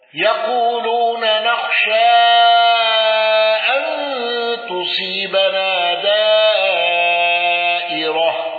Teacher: السوسي عن أبي عمرو بإمالة الراء.